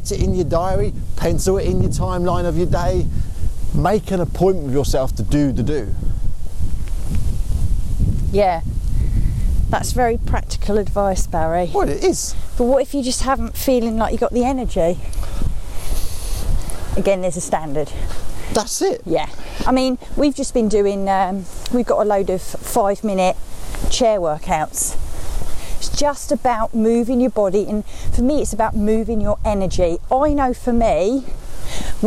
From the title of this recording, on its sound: walking podcast